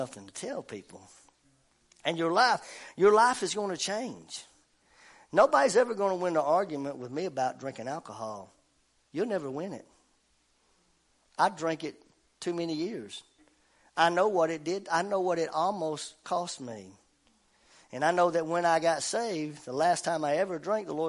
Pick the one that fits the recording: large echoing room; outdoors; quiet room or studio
large echoing room